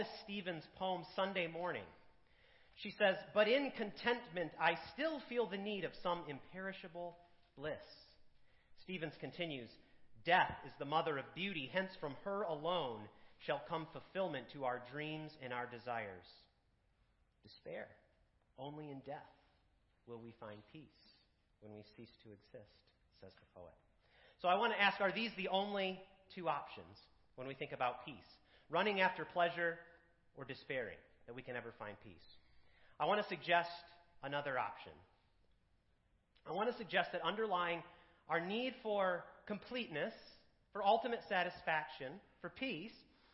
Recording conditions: large echoing room